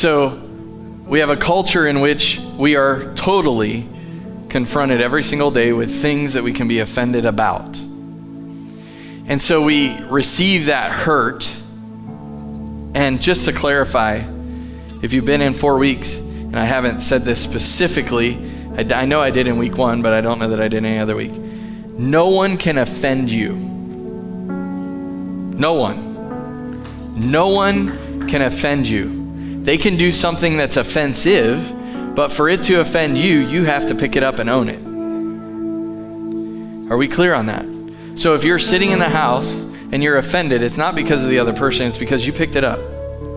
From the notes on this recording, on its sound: Sunday Morning at The Summit. Live from The Summit Church in Dover, OH.